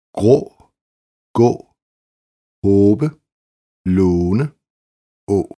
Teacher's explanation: Langt Å. Udtales lidt mere åbent end svensk Å.